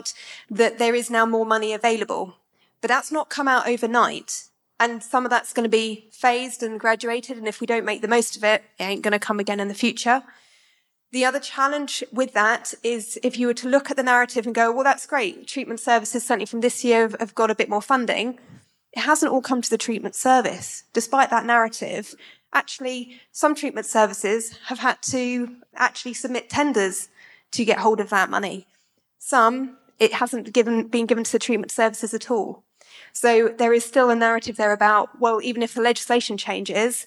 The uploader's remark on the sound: A podcast recorded live at the book launch of ‚Drug Science and British drug policy’. We’re going to hear panel discussions.